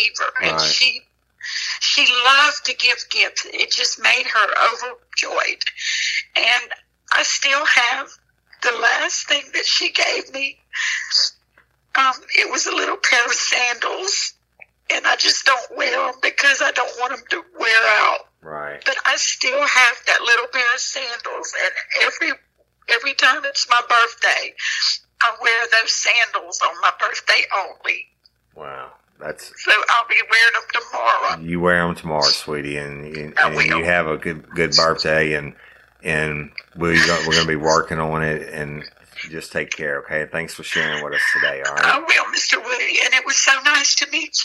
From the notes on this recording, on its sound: This episode is an unedited and emotional phone conversation